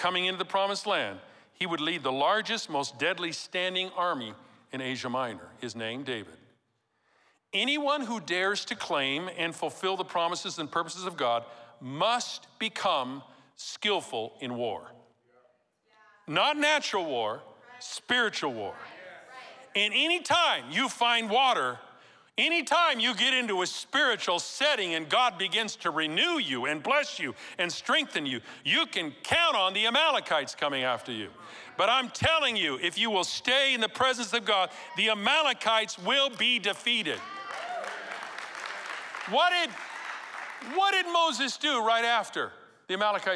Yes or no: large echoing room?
yes